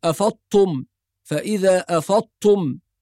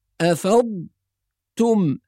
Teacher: كثير من الناس يدغم الضاد في التاء فينطق الكلمة كأنها بالطاء، يقول أفضتم، فإذا أفضتم، يعني هو كده حذف حرفين، حذف الضاد والتاء وأتى بحرف جديد وهو حرف الطاء، ففي أكثر من لحن وقع بهذه الطريقة. إذن القراءة الصحيحة تكون بتحقيق الضاد الساكنة وبعدها تاء مضمومة · Shown in: second take